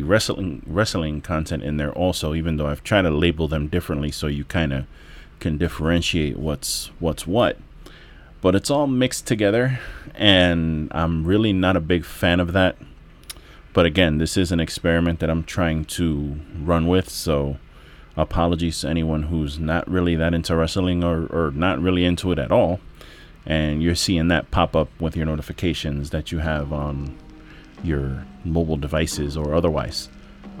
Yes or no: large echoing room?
no